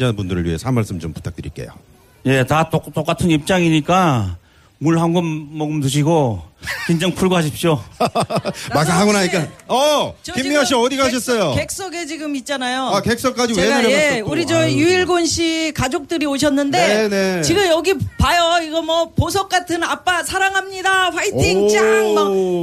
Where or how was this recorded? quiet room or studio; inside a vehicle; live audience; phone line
live audience